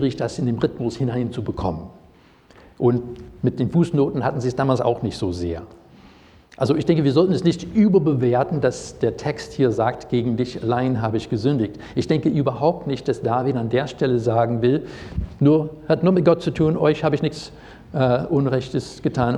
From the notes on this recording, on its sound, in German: Predigt aus dem Gottesdienst